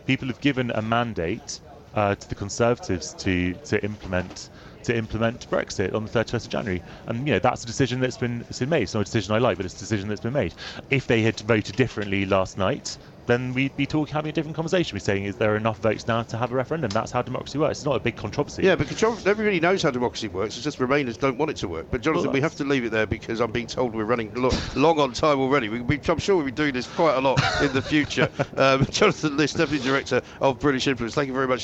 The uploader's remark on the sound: Comes live from College Green.